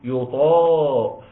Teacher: الطاء في أعلى درجات التفخيم بتاعتها، ليه؟ لأنها مفتوح بعد ألف